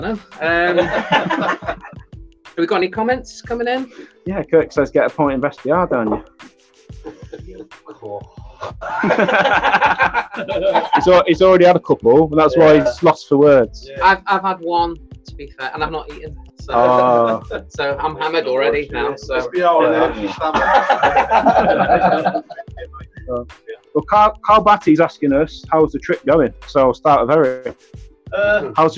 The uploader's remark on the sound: Streamed live from the Amber Rose pub in Edinburgh. Apologies the audio is not great guys wifi signal weak.